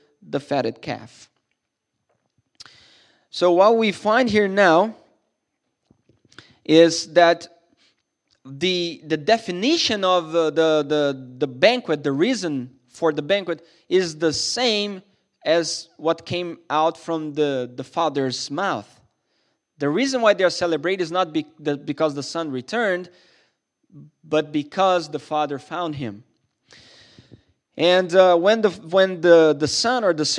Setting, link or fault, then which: setting, large echoing room